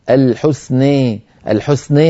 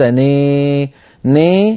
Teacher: بالغت في الإمالة فقلت الحسنى، الحسنى هذه صارت إمالة كبرى، الحسنى نا شيء من رفع وسط اللسان.